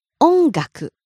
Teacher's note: High, low on N and stays low.